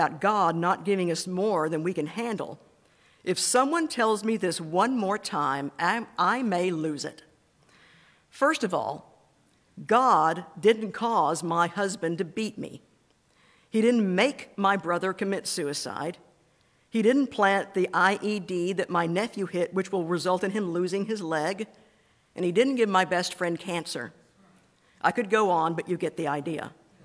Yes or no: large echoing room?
yes